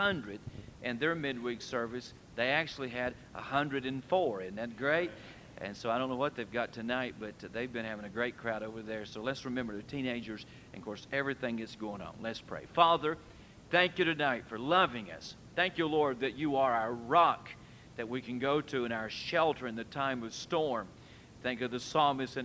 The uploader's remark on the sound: Temple Baptist Church Archive Podcast. During the PM service on December 5, 2001.